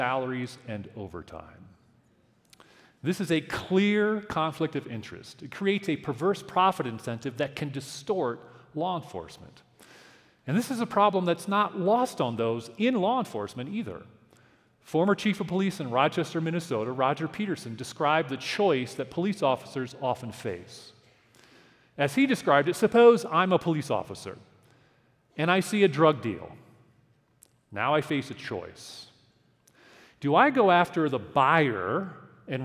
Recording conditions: live audience